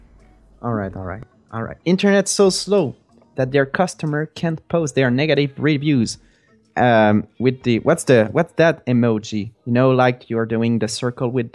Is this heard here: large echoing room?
no